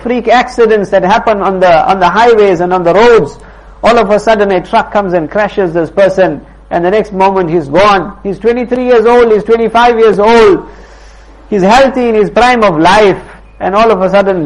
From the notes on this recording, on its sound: Jumuah lecture at Musalla Musab bin Umayr